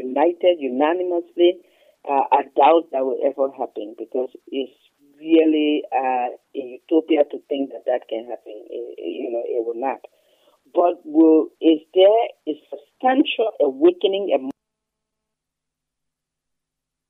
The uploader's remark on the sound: ABC Radio FM 105.1 on Snapper Hill, Monrovia, Liberia. Phone interview.